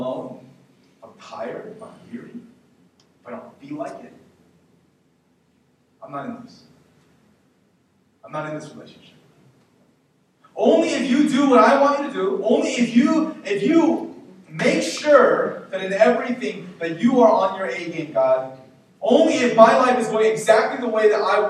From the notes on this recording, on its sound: We apologize for the poor audio quality.